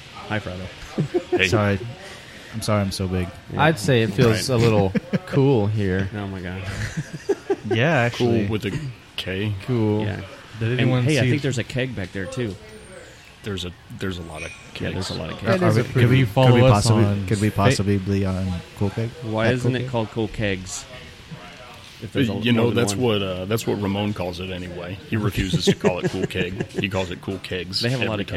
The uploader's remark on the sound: we are on location at a local establishment in Arlington that we all frequent often, Kool Keg